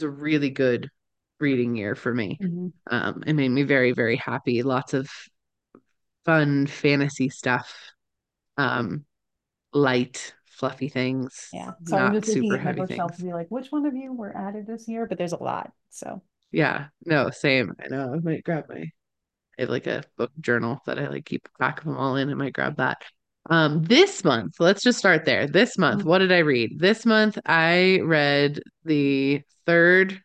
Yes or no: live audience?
no